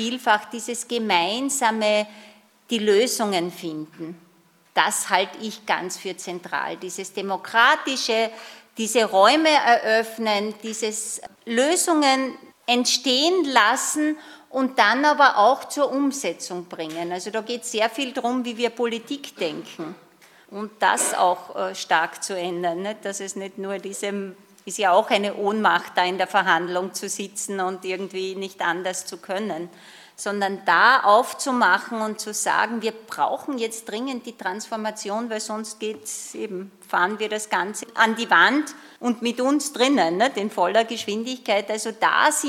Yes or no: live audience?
yes